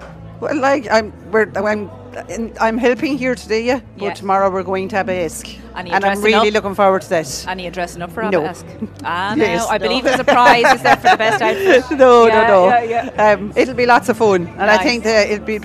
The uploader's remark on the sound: live from the Recent Tulla Music Festival